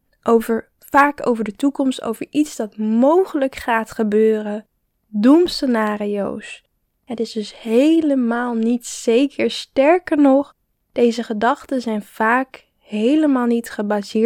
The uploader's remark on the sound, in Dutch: Ik hoop dat de audiokwaliteit goed is, het waaide nogal hard! Ook ben ik verkouden geweest, dus mijn stem is nog niet 100% de oude.